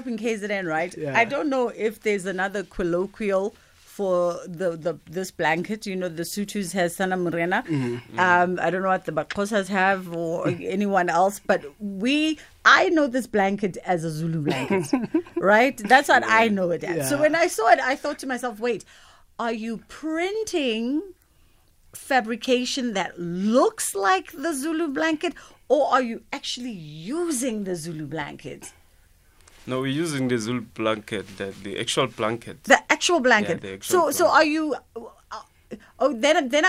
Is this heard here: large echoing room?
no